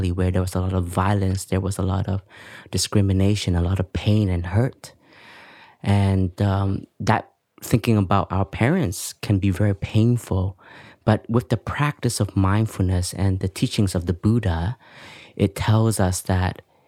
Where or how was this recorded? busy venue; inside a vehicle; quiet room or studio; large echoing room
quiet room or studio